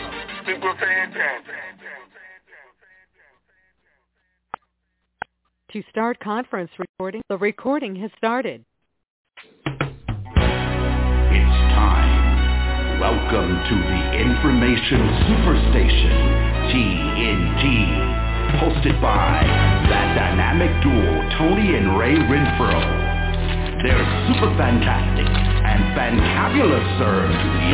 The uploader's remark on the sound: TNTSuperfantastic Conference Call 2